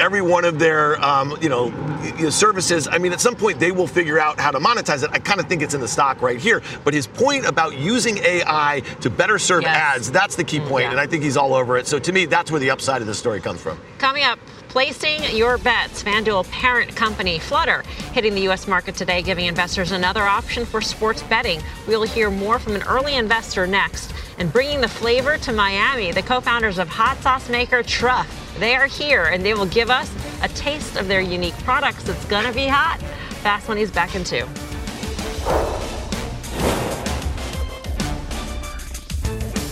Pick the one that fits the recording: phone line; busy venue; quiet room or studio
busy venue